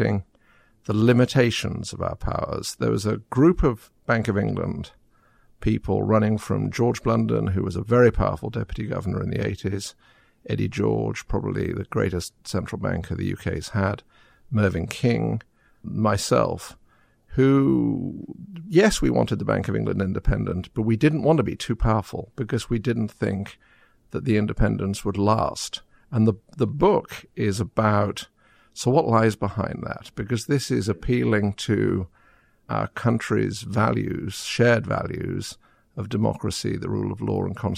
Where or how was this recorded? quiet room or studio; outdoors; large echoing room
quiet room or studio